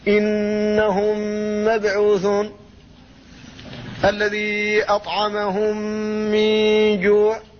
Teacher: تدغم فيه الميم الأولى وهي الساكنة في الميم الثانية وهي المحركة، سواء كان هذا في كلمتين كما هنا أو كان في كلمة واحدة، فكل ذلك إدغام شفوي.